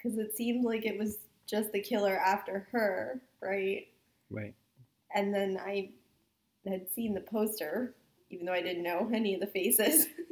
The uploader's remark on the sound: For our first episode, the audio isn't great, and there's way too much mumbling, but we're still learning.